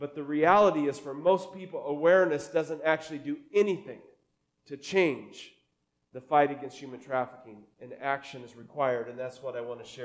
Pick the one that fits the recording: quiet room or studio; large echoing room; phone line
large echoing room